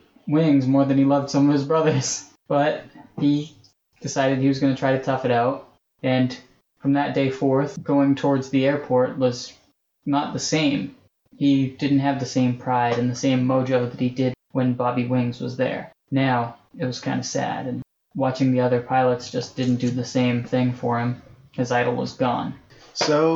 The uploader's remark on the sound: NOTE* for the next three episodes, our sound quality dips as a result of some technical difficulties.